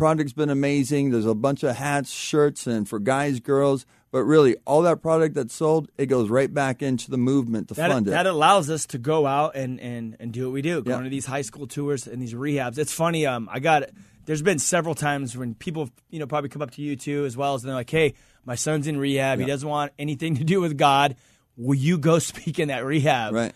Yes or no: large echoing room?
no